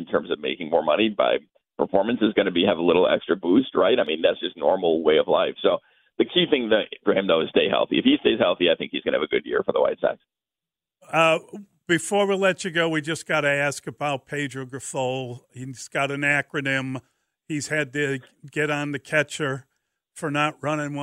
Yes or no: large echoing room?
no